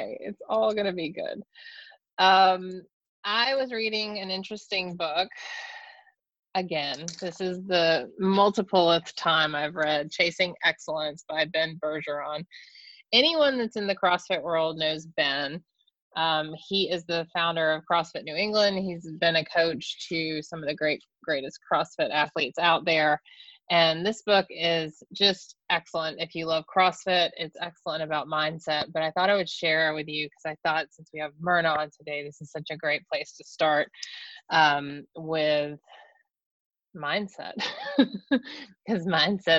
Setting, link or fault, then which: link, video call